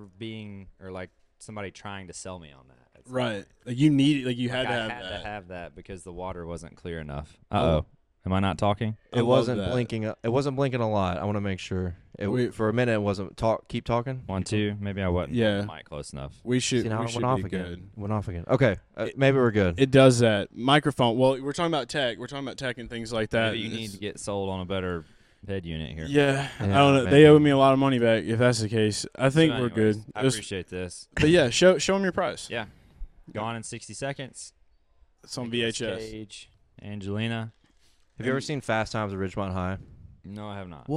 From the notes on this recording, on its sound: Garage Talk LIVE From Hooters Mall of Georgia